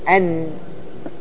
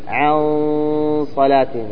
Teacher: عندما تنطق بالإخفاء تكون اللسان معلقة قريبة من مخرجها لا تلتصق باللثة · Shown in: second take · من الثنايا هذه اللي فوق.